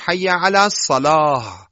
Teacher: شما در اذان هم همونطور که میدانید حی علی الصلاته حی علی الصلات نباید بگیم، وصلش حی علی الصلاته درسته، اما اگه خواستیم وقف کنیم میگیم حی علی الصلاه، یعنی به های ساکن وقف کنیم